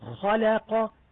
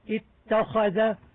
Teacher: خلق مرقق بين مفخمين، اتخذ مفخم بين مرققين · Term: الترقيق والتفخيم